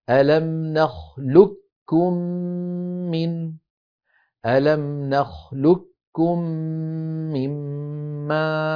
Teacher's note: إدغام القاف في الكاف إدغاما كاملا، بحيث لا يبقى من القاف شيء، ويصير النطق بكاف مشددة هكذا: ألم نخلقكم من، ألم نخلقكم مما.